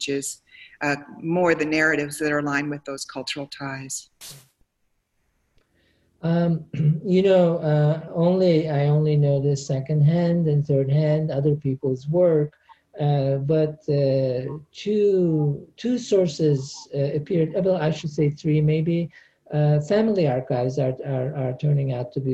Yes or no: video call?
yes